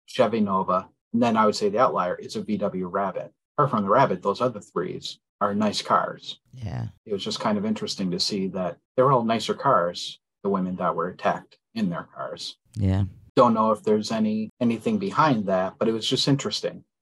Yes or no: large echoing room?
no